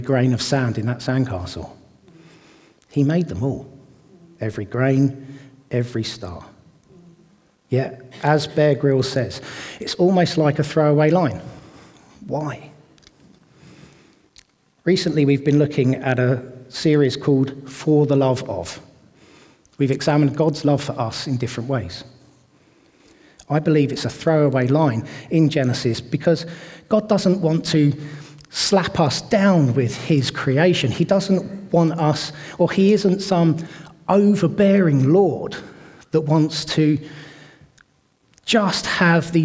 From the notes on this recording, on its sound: This audio was recorded at our venue in Great Denham on Sunday 18th February 2024.